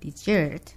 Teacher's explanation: But when I stress on the second syllable, S-E, then the native English speaker thinks about dessert